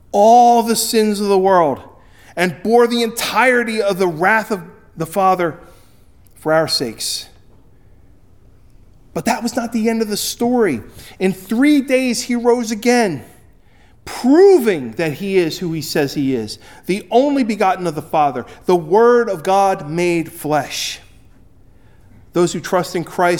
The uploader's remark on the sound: Recorded at Ebenezer UMC on February 25, 2024